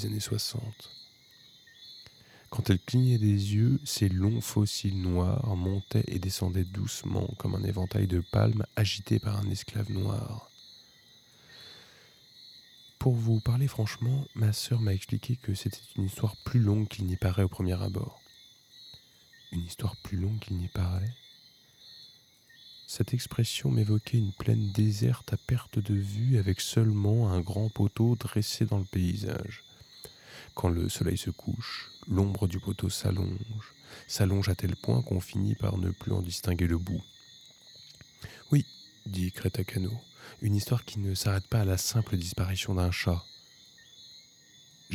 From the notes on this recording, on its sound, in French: Enregistrement nocturne en extérieur.